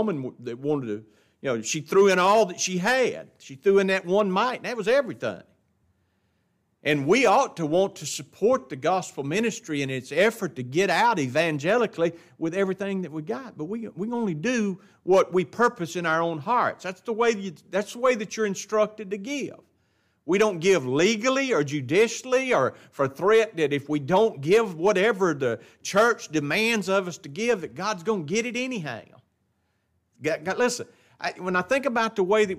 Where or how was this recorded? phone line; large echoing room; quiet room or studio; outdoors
large echoing room